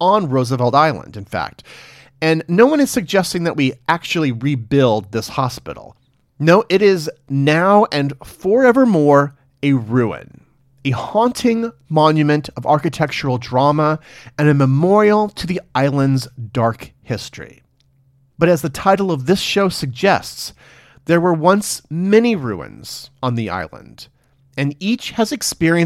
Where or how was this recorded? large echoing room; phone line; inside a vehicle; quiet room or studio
quiet room or studio